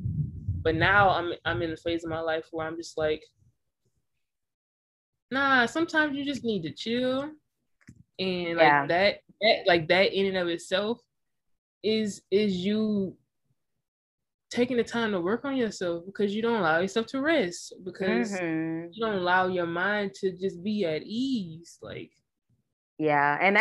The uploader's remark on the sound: I apologize for any confusion audio glitches in advance as I was learning to record from different locations.